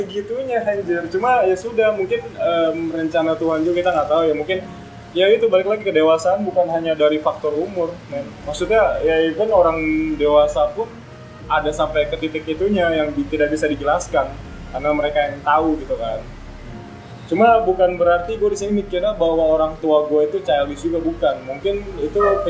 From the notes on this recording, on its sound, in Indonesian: Noise yang agak menggangu mohon maaf ya.